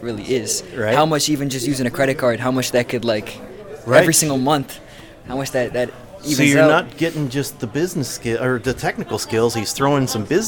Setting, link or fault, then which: setting, busy venue